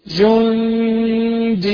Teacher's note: نون مخفية فيها غنة بمقدار حركتين